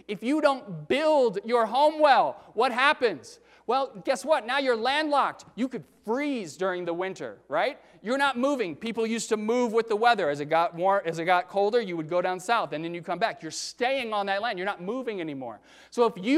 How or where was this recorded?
large echoing room